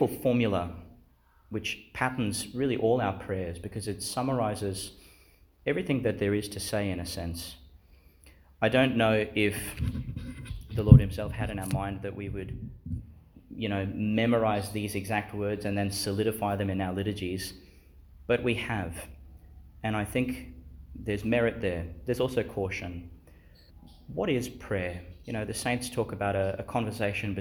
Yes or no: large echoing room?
yes